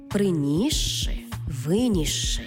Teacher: «с» і «ши» читаємо як подовжений звук «ши»